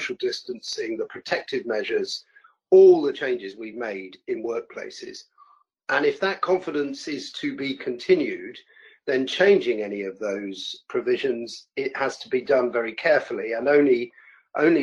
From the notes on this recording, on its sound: The audio is from the weekly FDF Covid19 webinar originally broadcast 11th June 2020